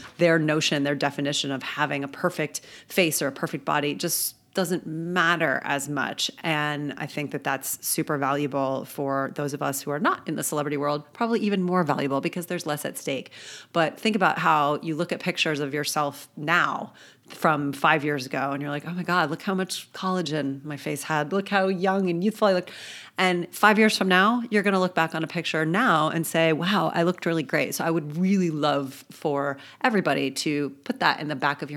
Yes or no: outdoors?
no